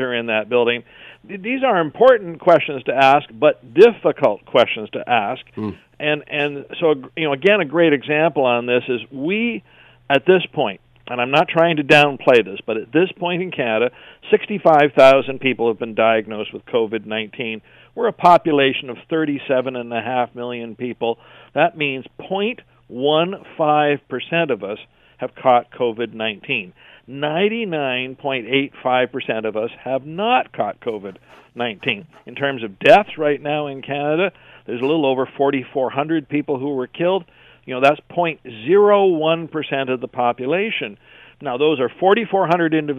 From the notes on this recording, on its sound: opens the phone lines to get your opinion on this